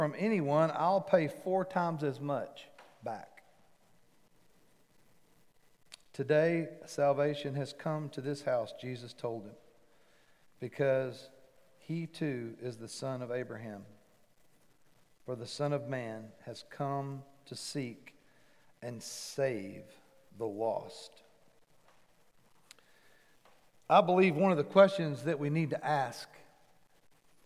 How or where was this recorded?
large echoing room